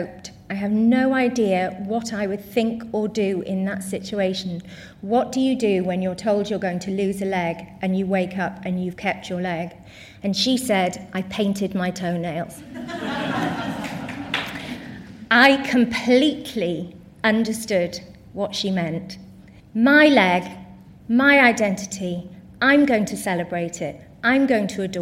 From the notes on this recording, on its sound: Recorded at 5x15 in Bristol in June 2017. There are only two rules - no scripts and only 15 minutes each.